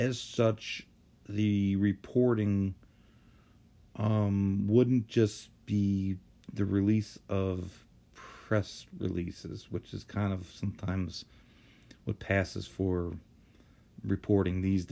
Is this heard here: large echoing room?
no